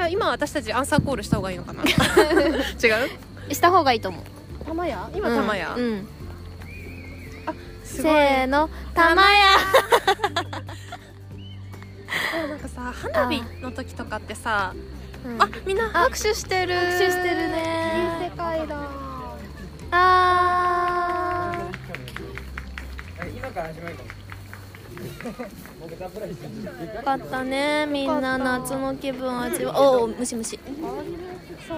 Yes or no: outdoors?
yes